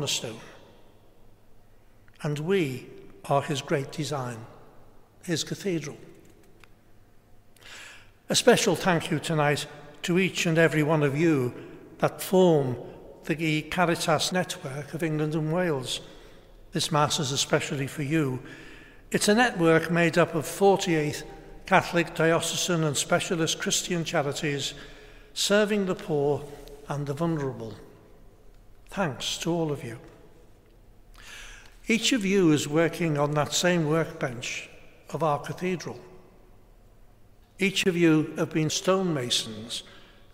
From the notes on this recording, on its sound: Celebrated a special Mass for those affected by the COVID-19 pandemic. Preached in the Blessed Sacrament Chapel of Liverpool's Metropolitan Cathedral of Christ the King.